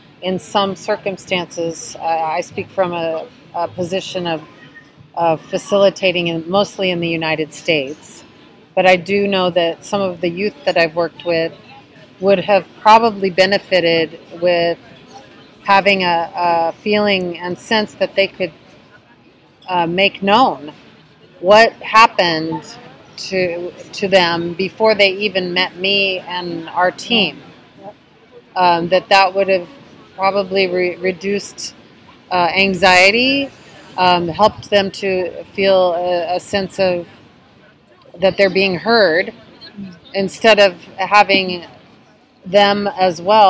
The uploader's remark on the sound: on the ground at the European Forum for Restorative Justice Conference, June 2023